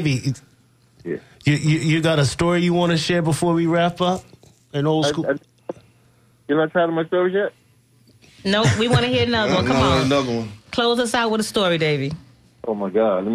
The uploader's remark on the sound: unique magazine format call-in show